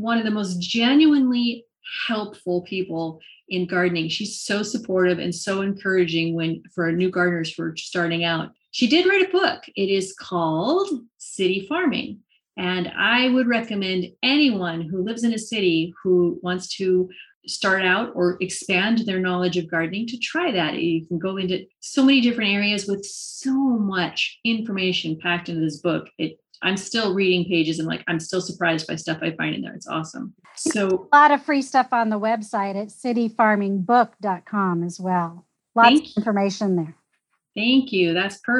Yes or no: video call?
yes